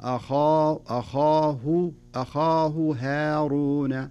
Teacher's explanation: خاء مفخمة، هذا من حروف الاستعلاء، وخاصة أنه مفتوح، وهو من أعلى درجات التفخيم